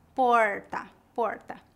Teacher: Na capital, o R é vibrante, como em porta, porta. No interior, o R é retroflexo, como o R do inglês